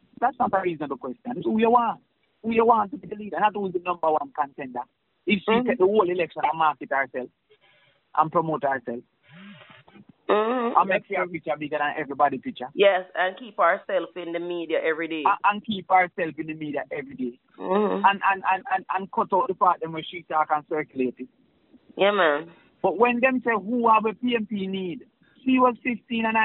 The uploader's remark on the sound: Viral Audio of Leaked Voice Call. Leaked telephone conversation.